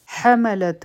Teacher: ها به د حلق نه وایو، او په تا باندې به همس کو